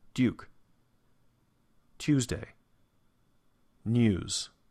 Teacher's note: Just a slight liquid U there.